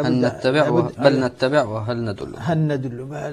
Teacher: الإدغام هو أن يصبح الحرفان حرفا واحدا مشددا كالثاني فصار هنا نون مشددة تقتضي منا إشباع الغنة